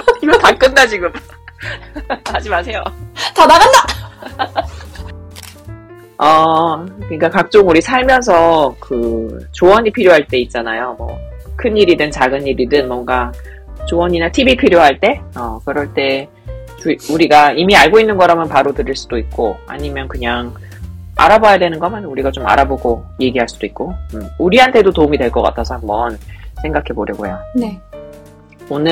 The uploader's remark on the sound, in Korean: 마이크 문제로 음질이 좋지 못한 점 죄송합니다! Sorry for the poor sound quality. I’ll get a better mic soon!